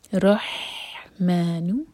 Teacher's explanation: وَقَالُوا اتَّخَذَ الرَّحْمَنُ، ذَال کو آگے رو سے جوڑیں گے، رو ہیوی ہوگا کیونکہ رو پر ہے فتح، اور رو کو ہم ح سے کنیکٹ کریں گے، رح، اور یہ ح حلق سے پڑھی جائے گی سینے سے نہیں